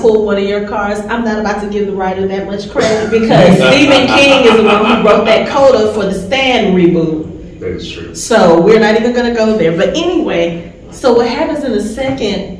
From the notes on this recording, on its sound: Recorded live from Monsterama Con in Atlanta.